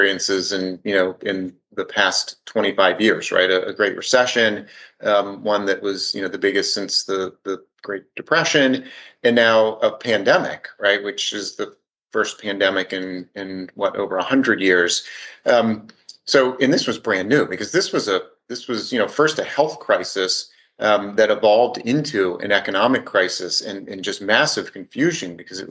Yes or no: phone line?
no